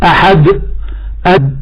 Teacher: الدال حرف شديد، لانني عندما انطق اقول احد اد فحصل هذا الغلق ايضا